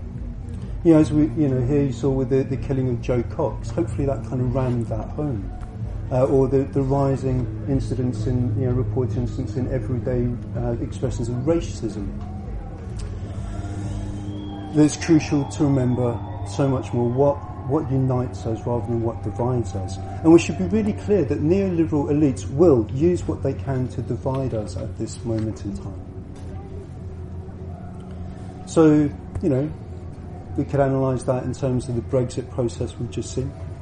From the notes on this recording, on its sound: at the Buddhafield Festival July 2016